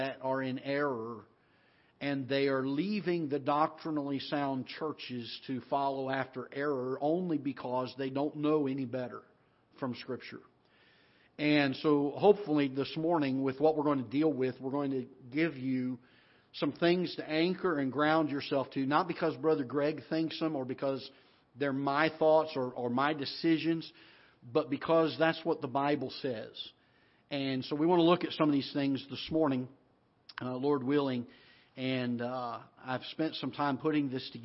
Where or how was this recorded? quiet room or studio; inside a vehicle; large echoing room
large echoing room